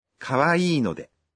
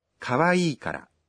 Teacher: if you use ので, your explanation will sound softer. That's because N in ので sounds softer than K in から.